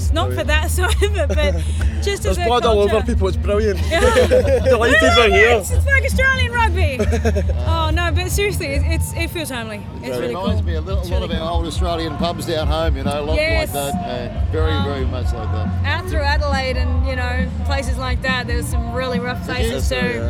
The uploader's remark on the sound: TRNSMT Festival 2019. A TRNSMT Festival special recorded across all 3 days of the event.